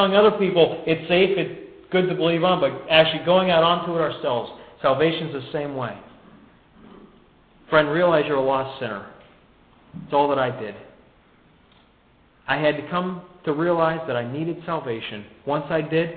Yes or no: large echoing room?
yes